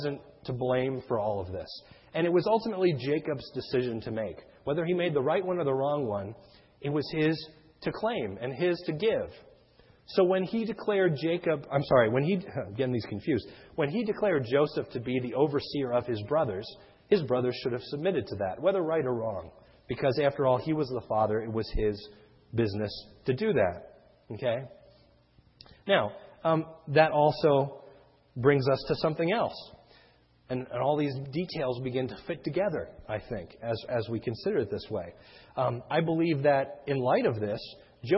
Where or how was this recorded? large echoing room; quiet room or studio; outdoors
large echoing room